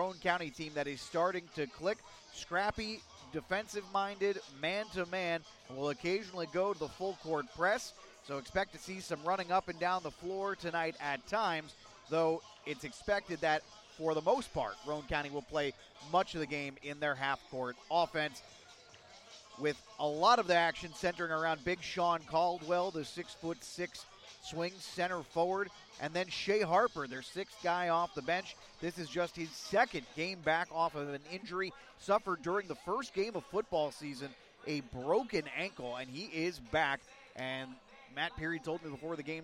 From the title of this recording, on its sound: BASKETBALL LIVE